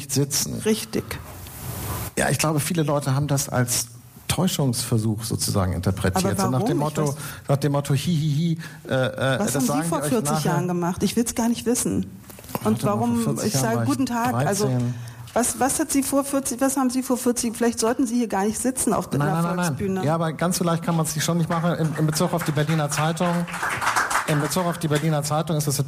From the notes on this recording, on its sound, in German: Das Gespräch wurde im Rahmen des radioeins und Freitag Salon am 17. Februar 2020 in der Berliner Volksbühne aufgezeichnet.